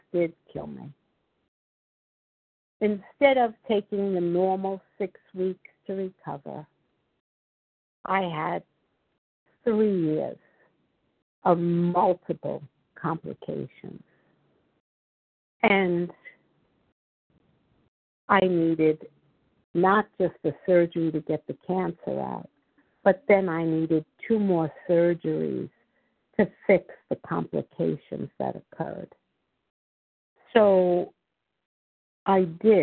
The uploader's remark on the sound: 100 Pounders Phone Meeting